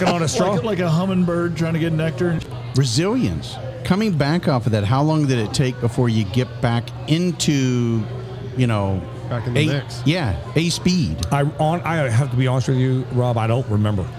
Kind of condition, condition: setting, busy venue